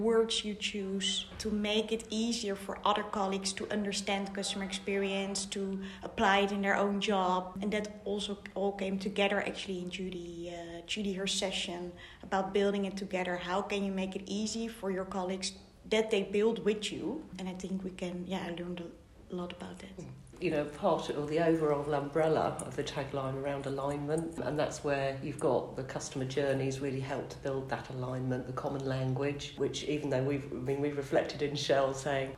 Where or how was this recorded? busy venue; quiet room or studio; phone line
busy venue